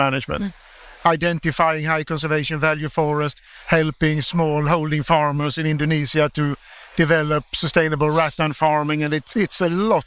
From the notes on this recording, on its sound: The audio for this episode was recorded live during the international world congress for architects UIA23, at the FSC Lounge supported by EU Life programme.